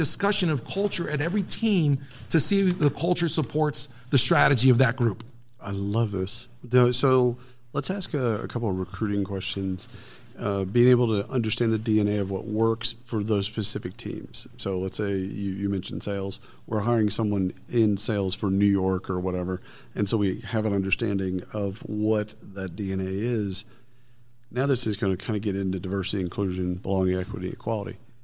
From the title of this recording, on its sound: Live from SHRM Talent